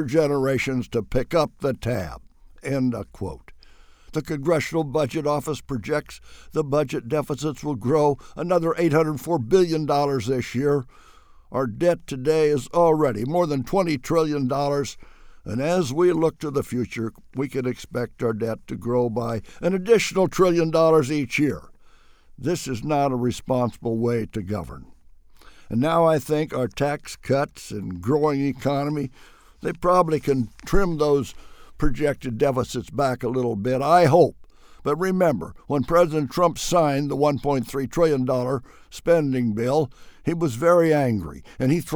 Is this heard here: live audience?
no